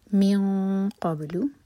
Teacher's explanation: امٹی نون کے بعد قاف، تو اخفا ہیوی اخفا، قاف کے لیے زبان تیار، اور دو سیکنڈس کا ٹائم.